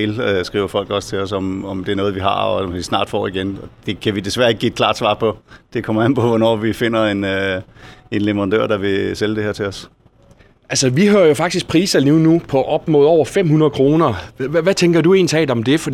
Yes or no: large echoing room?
no